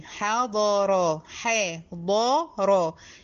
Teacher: الحاء هنا مرققة والضاد والراء إيه مفخمين